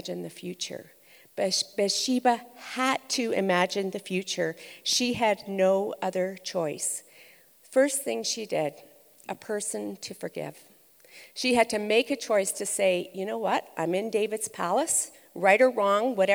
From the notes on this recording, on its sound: Recorded live at ONE Conference’s Gather Women Masterclass in Edmonton Alberta.